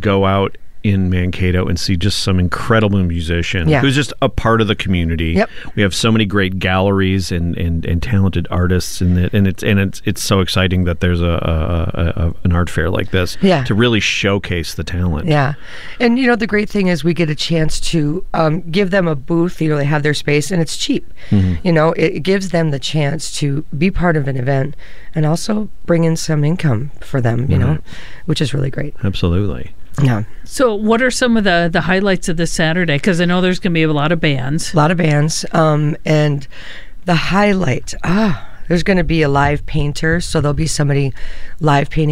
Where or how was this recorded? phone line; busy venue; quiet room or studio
quiet room or studio